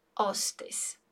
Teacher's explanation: a gente vai dizer então hostess sem o som do H